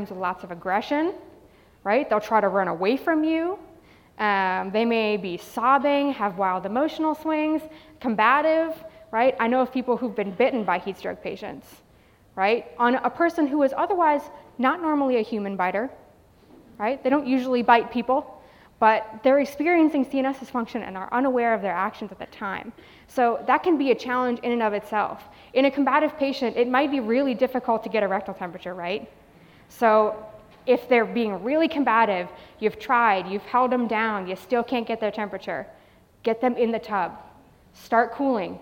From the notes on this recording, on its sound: Live at Trinity University&#8217;s 2019 conference. Live at Trinity University’s 2019 conference.